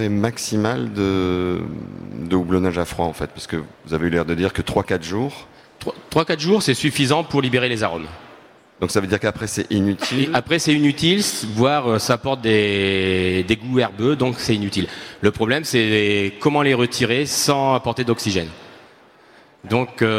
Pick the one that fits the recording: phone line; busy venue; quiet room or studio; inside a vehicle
busy venue